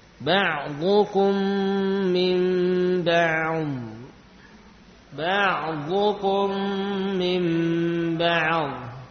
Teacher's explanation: diupayakan ain betul-betul kita lafadzkan, tidak langsung melompat ke dhad